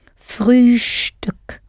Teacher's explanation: pronounce the st in Frühstück as though it has a sh before the t